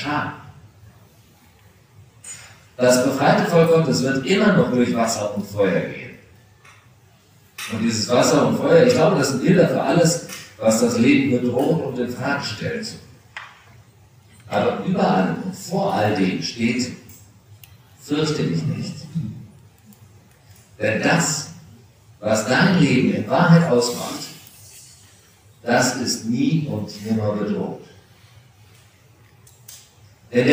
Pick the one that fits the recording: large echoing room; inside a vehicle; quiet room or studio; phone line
large echoing room